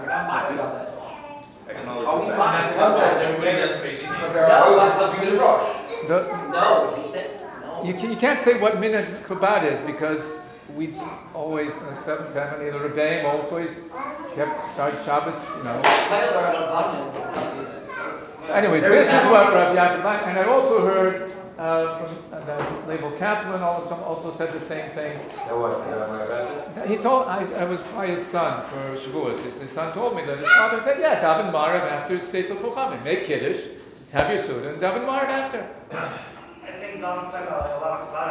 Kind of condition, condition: setting, live audience